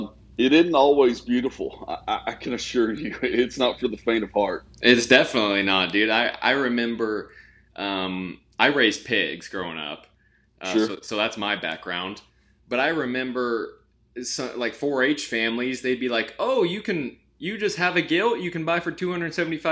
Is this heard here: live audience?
no